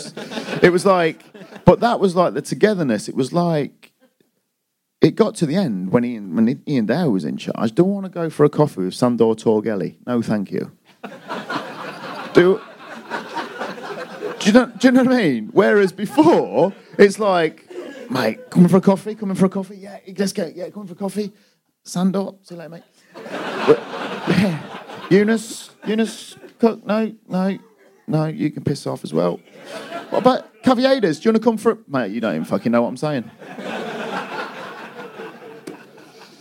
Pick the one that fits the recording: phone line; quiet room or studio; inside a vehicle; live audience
live audience